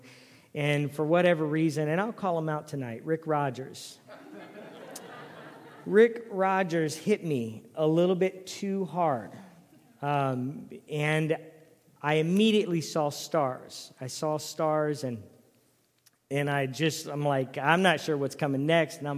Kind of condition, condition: setting, large echoing room